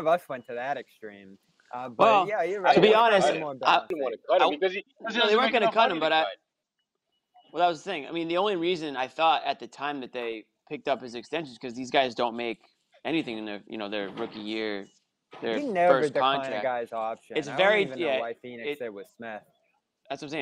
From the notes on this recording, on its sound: after the game as we break it all down live from TD Garden